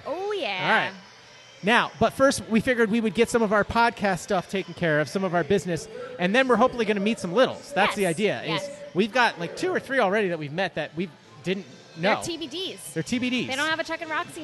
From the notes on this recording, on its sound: LIVE in Syracuse, NY at La Cheeserie Night Part Deux for the Syracuse Mets. Multiple Littles who came out to attend the game.